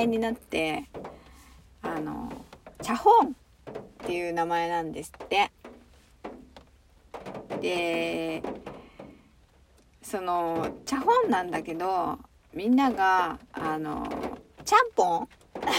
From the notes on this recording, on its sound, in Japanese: From Radiotalk。雨音が心地いい。車の中スタジオ。